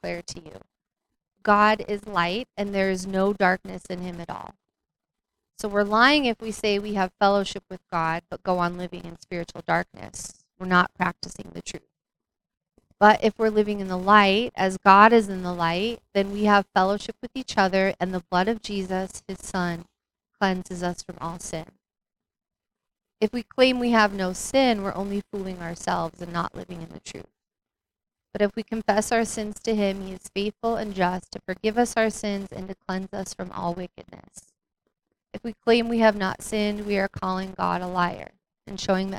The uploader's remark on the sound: We had issues with our sound quality throughout.